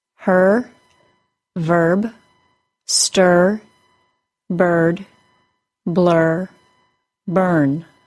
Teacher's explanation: The schwa plus r sounds like r. It is an R sound that also creates a syllable. To create the R sound, as well as the schwa plus R sound, the tongue arches upward toward the back of the hard palate. · In words with schwa plus r, only the r sound and not the vowel is heard. · The schwa plus r sound transfers directly from the initial consonant into the r sound. · IPA: /ɚ/